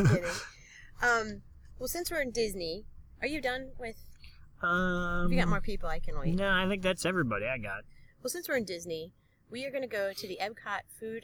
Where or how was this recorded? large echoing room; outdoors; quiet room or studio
outdoors